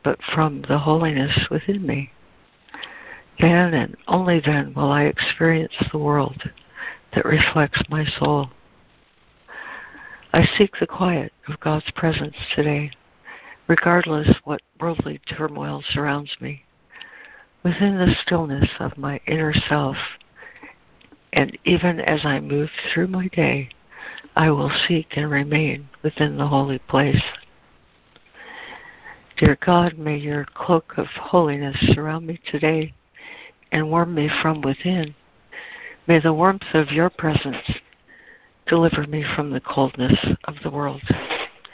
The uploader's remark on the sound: ACIM Daily Conference Call